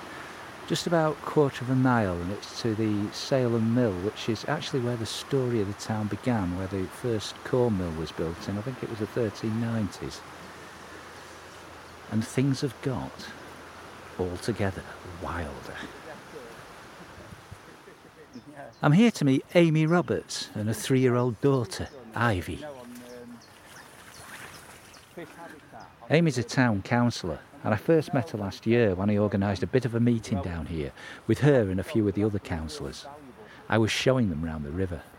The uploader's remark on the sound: A charming ramble along Derbyshire's River Govt.